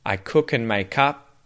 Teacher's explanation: the K links to the next word that starts with a vowel